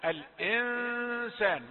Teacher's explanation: نون ساكنة وبعدها حرف إخفاء، يبقى النون لا تظهر